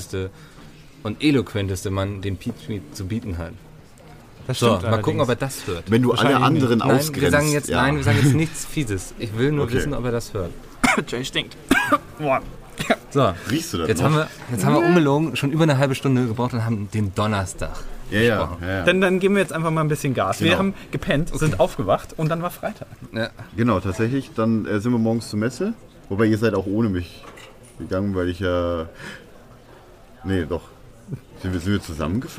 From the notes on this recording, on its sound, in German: Direkt aus dem Pressebereich der Messe Leipzig haben wir eine neue Version des besten Podcasts aller Zeiten aufgenommen.